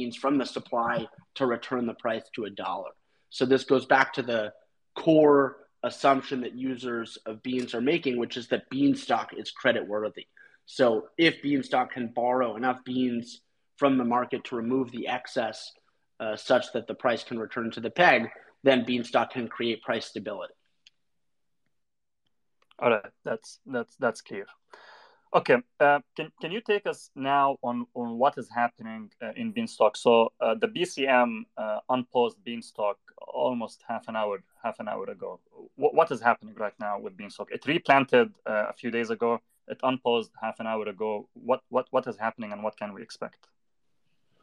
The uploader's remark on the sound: Recording from the Beanstalk Unpause Twitter Space.